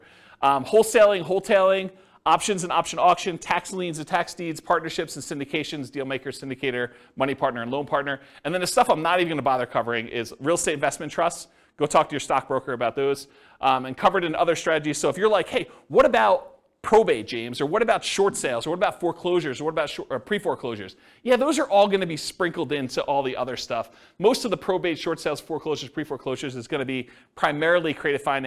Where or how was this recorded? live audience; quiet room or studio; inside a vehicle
live audience